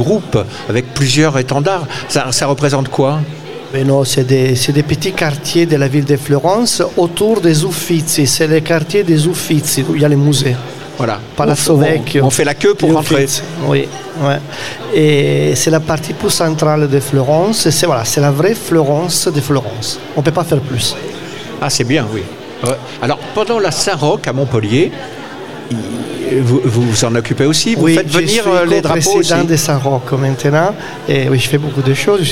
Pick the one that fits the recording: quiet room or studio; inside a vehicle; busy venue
busy venue